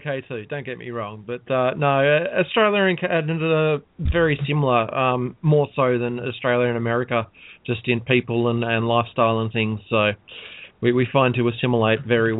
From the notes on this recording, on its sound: featured callers from Canada, Australis, Chicago, Montclair, New Jersey, Camarillo, California, Evanston Illinois, Kansas City, Missouri, and Birmingham, Alabama